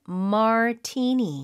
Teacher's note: T-I 쪽에 강세가 가고요